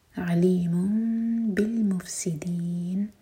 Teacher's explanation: میم کے ساؤنڈ کو ہولڈ کریں گے اور پھر با پڑھیں گے لیکن ہونٹوں کو ٹائٹ بند نہیں کریں گے · Term: اقلاب